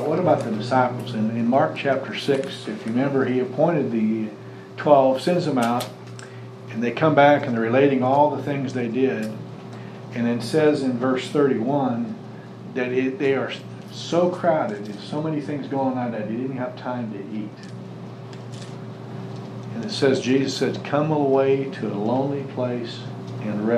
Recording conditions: large echoing room